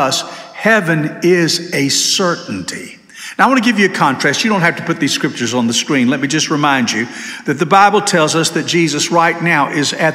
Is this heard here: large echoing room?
yes